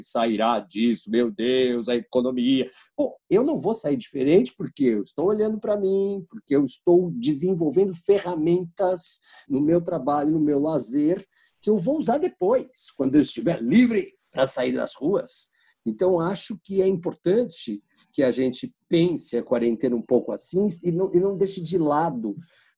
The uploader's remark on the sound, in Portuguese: Neste episódio gravado à distância.